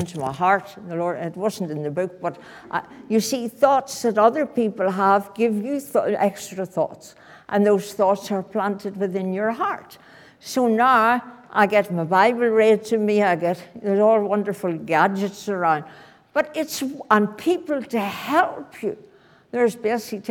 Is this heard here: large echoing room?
yes